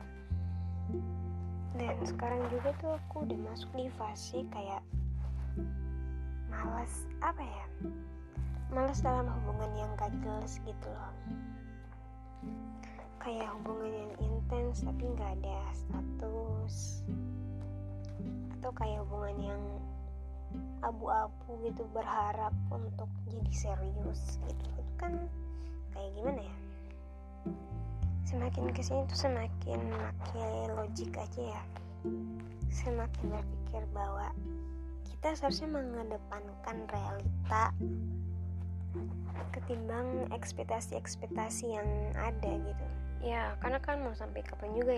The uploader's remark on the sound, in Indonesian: Sedikit ada noise suara ya.